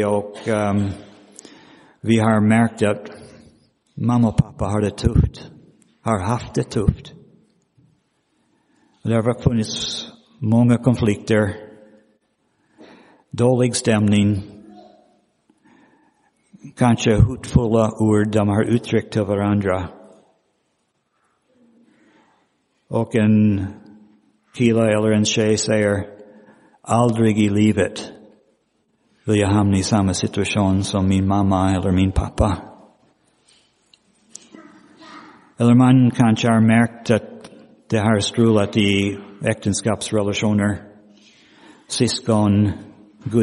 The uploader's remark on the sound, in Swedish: Inspelad i Roseniuskyrkan den 19 februari 2023.